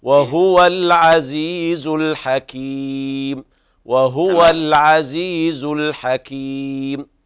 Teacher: ورش بيضم الهاء وهو، اعتني بضم الهاء